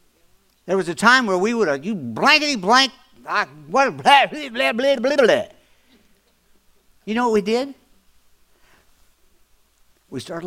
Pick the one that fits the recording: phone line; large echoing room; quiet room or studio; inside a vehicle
large echoing room